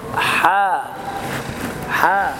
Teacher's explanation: قال العلماء تقرأ حاميم يعني حاميم بمد الحاء بمقدار حركتين، فأنا أقول حا حا ولا أقول حا بتفخيم الحاء، ولا تقرأ حاء هذه زيادة، حاء حركتان وفقط، فأقول حاميم مع إظهار الميم الساكنة، يعني بعض الناس قرأ حامي حامي، فين انطباق الشفتين؟